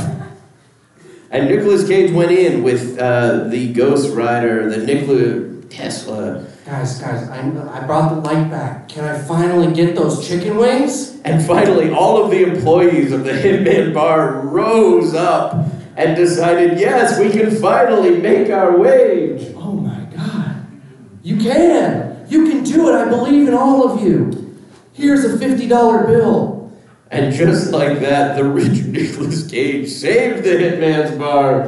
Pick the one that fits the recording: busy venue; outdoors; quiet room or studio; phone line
busy venue